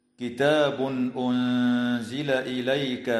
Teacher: وتخفى النون الساكنة عند الزاي مع الغنة مرققة في كلمة أنزل